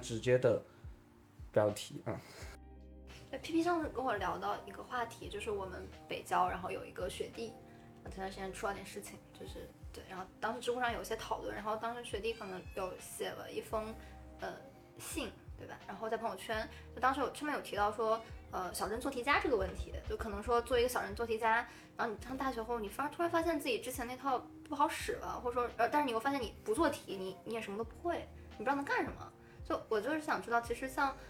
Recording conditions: uneven or low level